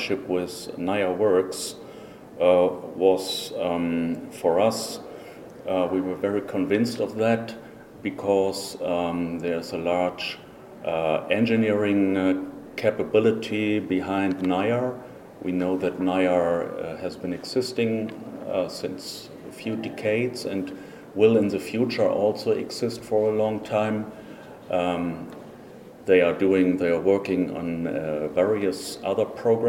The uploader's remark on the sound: live from Cargo Facts EMEA 2024 in Amsterdam